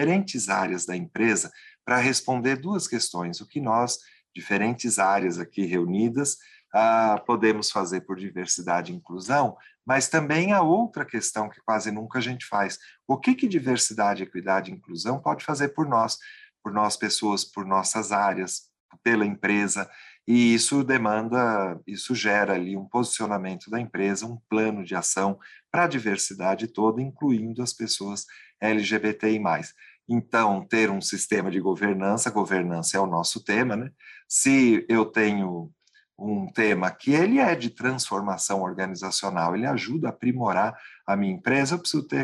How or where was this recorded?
video call